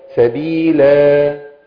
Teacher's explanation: ما تجيبيش همزة ما تطلعيش صوت ونفس عند الهمزة عند الالف